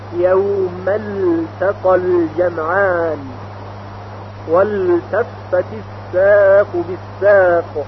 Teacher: پس لام ساکن در التقا و التفت اصلا در ته ادغام نمیشه و به طور ساکن باید تلفظ بشه.